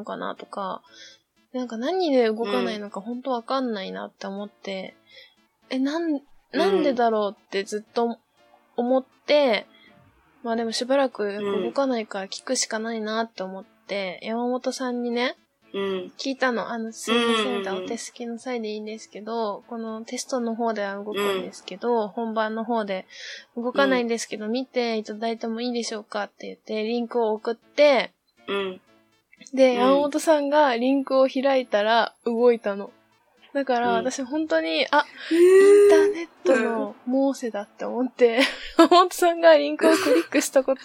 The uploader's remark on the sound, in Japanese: 新しい収録の機械にチャレンジして失敗しました！途中で爆音が入ります。お聞き苦しいですがどうぞ。